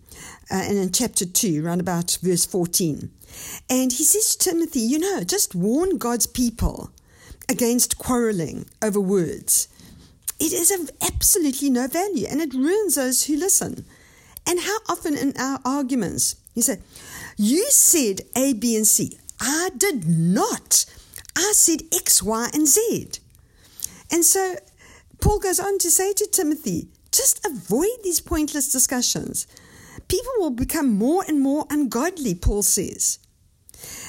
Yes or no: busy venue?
no